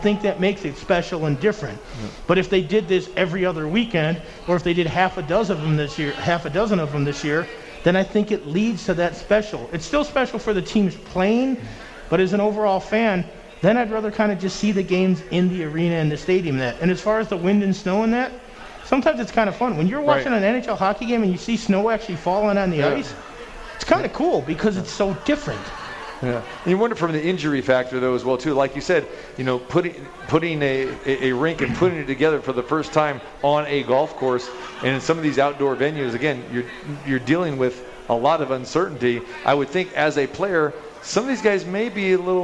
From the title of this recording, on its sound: Live at The Cosmopolitan